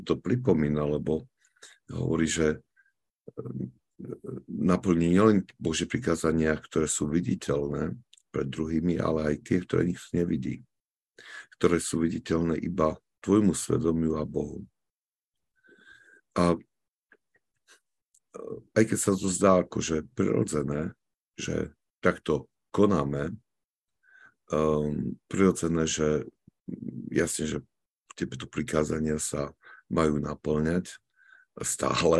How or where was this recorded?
video call